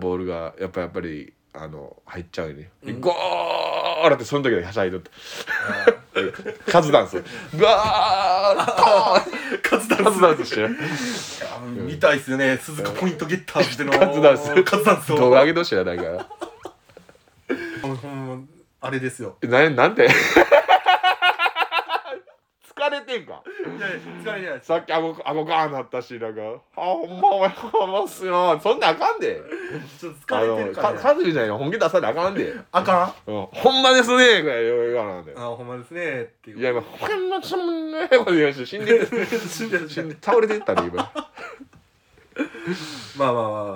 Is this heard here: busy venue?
no